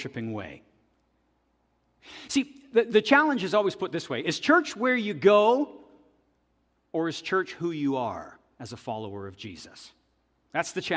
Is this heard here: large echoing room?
yes